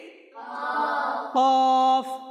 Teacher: জিহ্বার গোড়া তালুর নরম অংশ থেকে উচ্চারিত